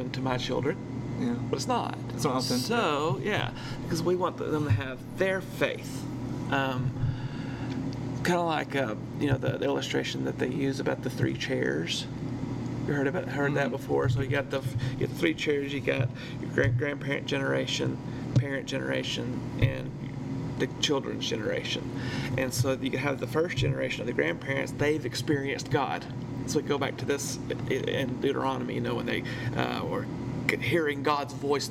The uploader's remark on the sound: This is the second of two episode recorded while at church camp, so next week all of the distant humming and squeaking sounds will be gone. Despite the intrusive sound, we had a great discussion.